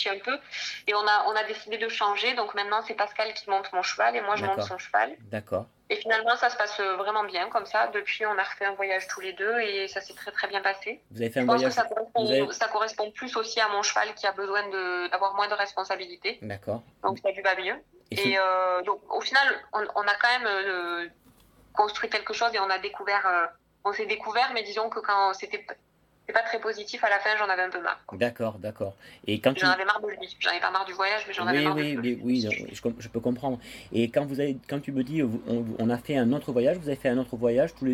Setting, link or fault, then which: link, phone line